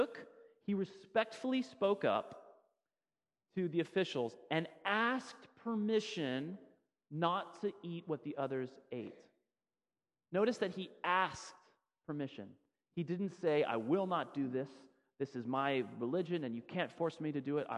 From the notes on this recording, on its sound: Sermon audio from FIBC Copenhagen